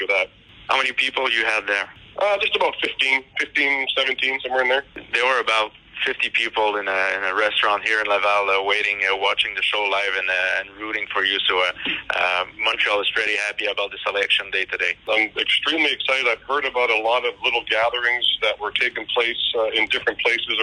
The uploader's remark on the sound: TSC presents the official 2020 Baseball Hall of Fame Conference Call. Audio courtesy of and provided by MLB Advanced Media/MLB Pressbox.